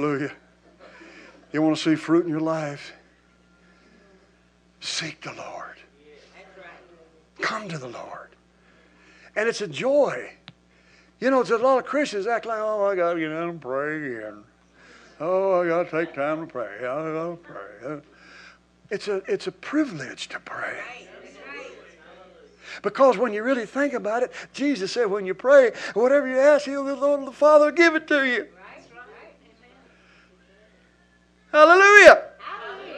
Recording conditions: large echoing room